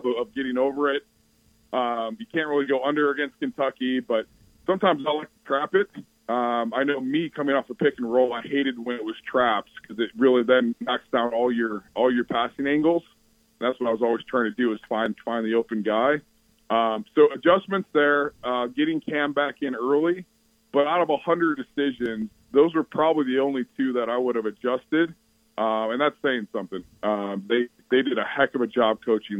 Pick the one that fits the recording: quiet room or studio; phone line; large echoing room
phone line